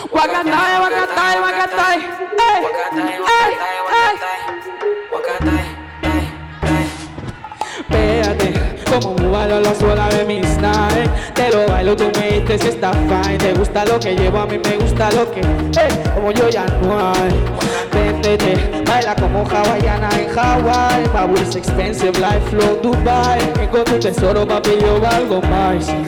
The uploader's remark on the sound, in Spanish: Fue la jornada inaugural del Festival Cara·B de Barcelona. Se va hasta la Fàbrica de Creació Fabra i Coats para emitir en directo su nuevo episodio. Incluye temas en directo.